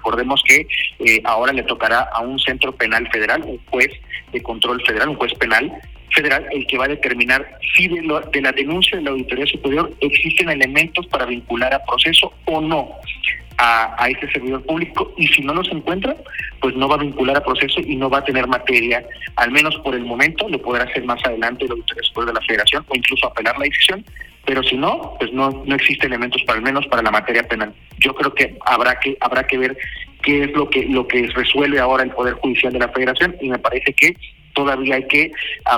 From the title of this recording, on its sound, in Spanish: Entrevista telefónica